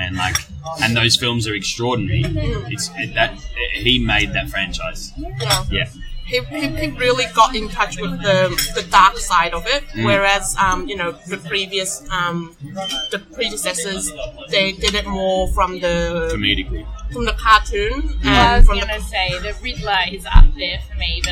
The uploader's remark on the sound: Apologies in advance for the poor sound quality...the background noises were much louder than I thought...will use quieter cafe next time